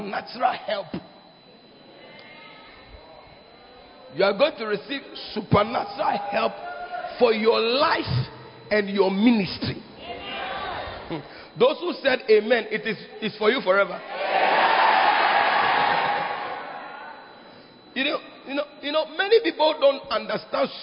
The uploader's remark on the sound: Preached At The 12 Foundations Of The Bacenta Camp